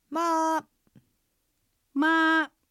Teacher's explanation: 平板です。高く音を伸ばします。 · Term: 第一声